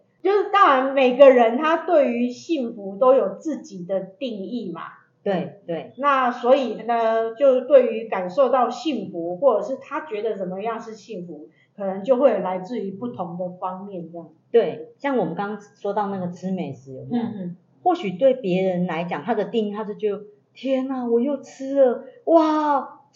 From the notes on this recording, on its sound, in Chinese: 因錄音設備問題，造成錄音品質受到影響出現雜音及干擾，還請大家見諒。